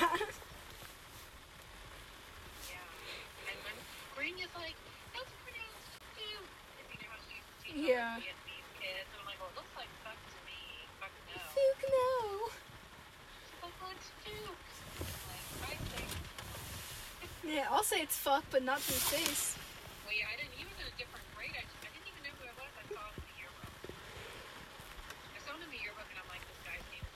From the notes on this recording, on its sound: Vibe with us in the car. Oh it also rains which is cool.